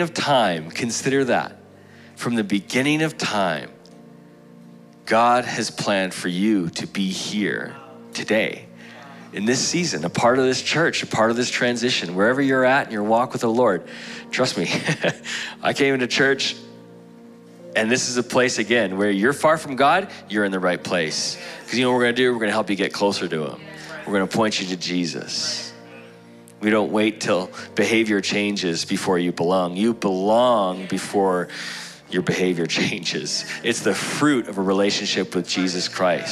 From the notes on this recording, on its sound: Broadcasted live from The Father's House, Calgary, AB.